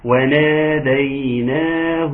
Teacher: الكلمة كلها مرققة ما فيش فيها حروف مفخمة